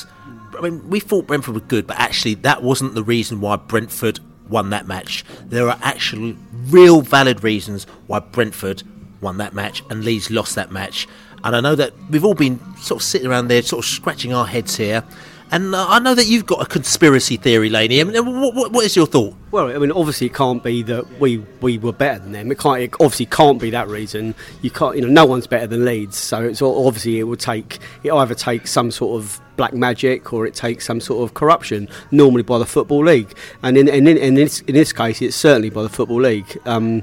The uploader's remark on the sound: Leeds Celebratory Pre-Bolton Podcast from The Pub.